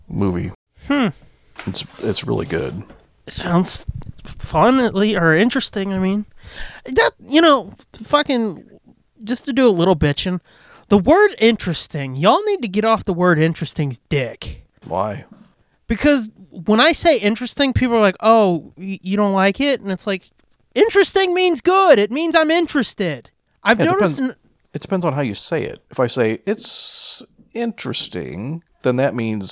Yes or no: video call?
no